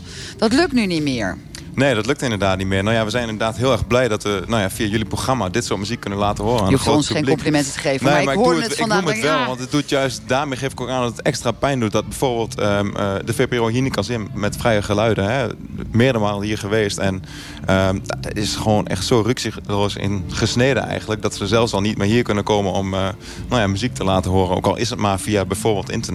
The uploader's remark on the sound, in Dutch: Vanuit het Afrikafestival in Hertme (7 juli 2019)